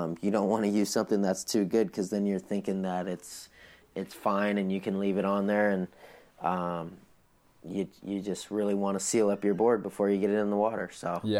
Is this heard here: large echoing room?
no